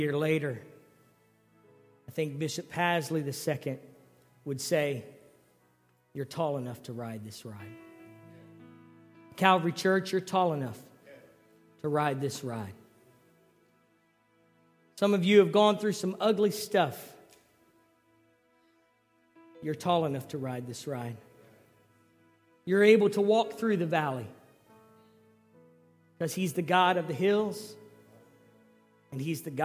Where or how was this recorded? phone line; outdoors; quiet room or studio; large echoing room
large echoing room